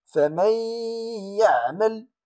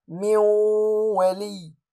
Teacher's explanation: إدغام غير تام لظهور الغنة · Term: إدغام ناقص